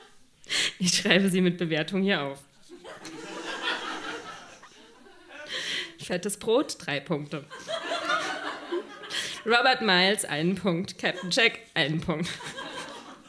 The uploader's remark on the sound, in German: Ausschnitte aus der Veranstaltung. Im Monarch, Berlin Auswahl der Beiträge von der „texte von gestern“-Liveshow. Heißen Dank an den Monarch, unser tolles Publikum.